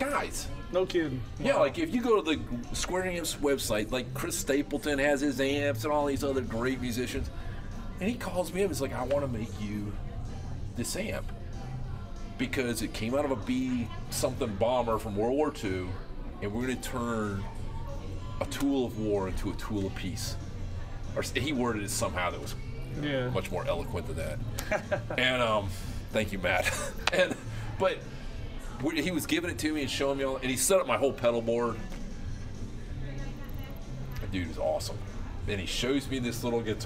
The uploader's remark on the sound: Recorded at the Gypsy Highway Bar and Grill in Davenport, Iowa. Recorded at the Gypsy Highway Bar and Grill in Davenport, Iowa.